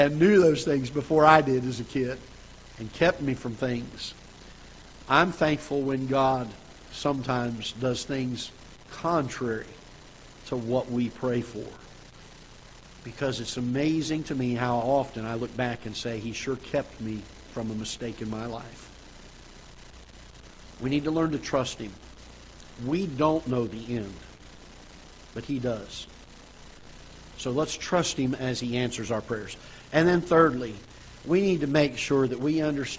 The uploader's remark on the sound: Ketha Heights Baptist Church ~ Live Broadcast